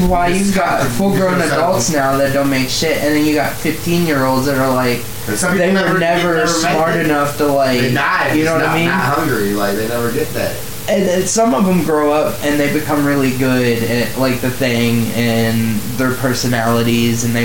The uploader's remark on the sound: This cast was very low quality compared to the recently recorded follow up.